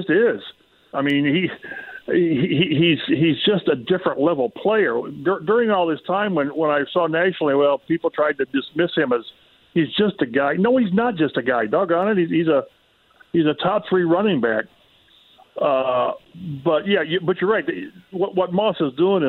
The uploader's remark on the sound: Call in from Rome ahead of the Ryder Cup to give a golf update!